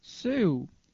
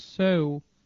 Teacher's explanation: Seu, with its closed E, means your, and céu, with its open E, means sky.